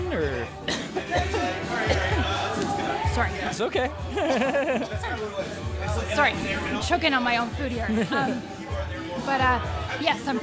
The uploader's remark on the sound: Live chats from Gotham Central Comics and Collectables' Summer Bash